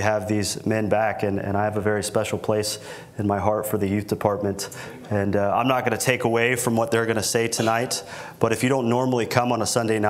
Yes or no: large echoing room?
yes